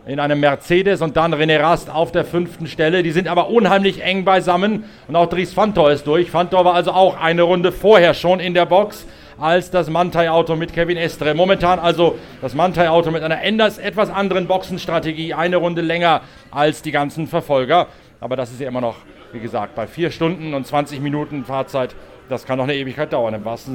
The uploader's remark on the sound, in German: Live aus dem Shell Helix Ultra-Track Lab auf dem Nürburgring. Meldet sich live aus seiner Box, nachdem er sich eigens für unseren Podcast von der Boxenmauer losgeeist hat.